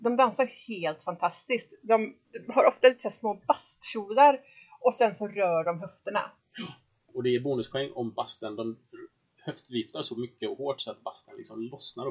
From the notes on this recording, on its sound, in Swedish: Om ni trodde ljudkvaliten inte kunde bli sämre så hade ni fel, vi ber om ursäkt för det.